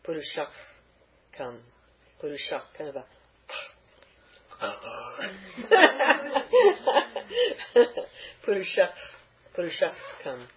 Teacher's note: if the visarga is followed by a ka, the visarga also stays, but the pronunciation is pronounced kh